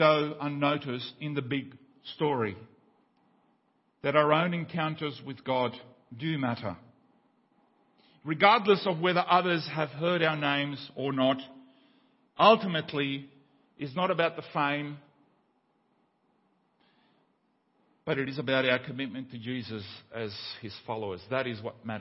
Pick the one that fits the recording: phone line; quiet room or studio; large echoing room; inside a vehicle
large echoing room